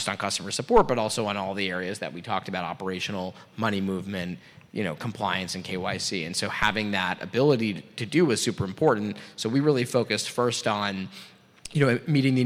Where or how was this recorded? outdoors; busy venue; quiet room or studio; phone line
busy venue